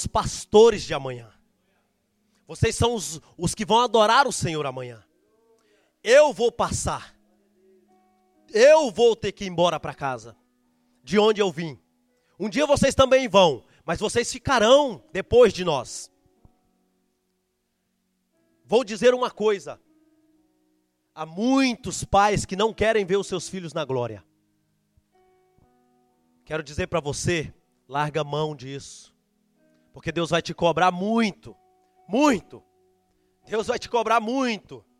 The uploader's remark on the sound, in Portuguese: Gravado no nosso culto de jovens, Gerados Night.